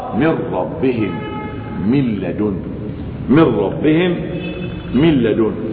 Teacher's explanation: مع اللام والراء تجد أن النون والتنوين كأنهما قلبا لاما وراء وأضغمتا · Term: إضغام بغير غنة